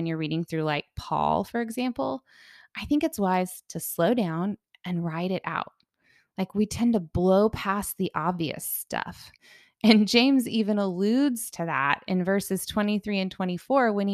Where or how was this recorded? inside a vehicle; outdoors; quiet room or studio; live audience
quiet room or studio